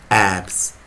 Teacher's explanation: 因为 b 是有声的啊，浊音，所以 abs。注意呢，我念 z 啊